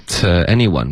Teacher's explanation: 别发成突突，别动嘴唇。OK,就弱读为特